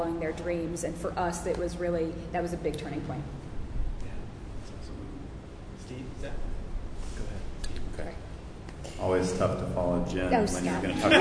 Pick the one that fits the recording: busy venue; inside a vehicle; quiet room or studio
busy venue